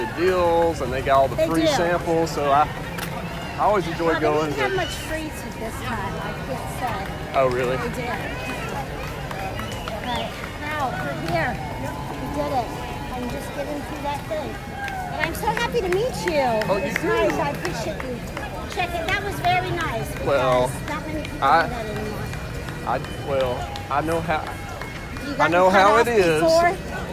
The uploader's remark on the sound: LIVE from the 2022 Peachtree Road Race. I had to walk the race this year due to an injury so I decided to record the race.